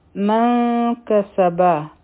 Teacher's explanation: چی کلا مونگ دا کاف اخفا کوو نو دا نون آواز با پتوو، لکه خلق چی انکل وایی او 2 سکنډه وخت با ورکوو.